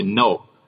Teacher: if you're rejecting someone, you say no, that's the falling tone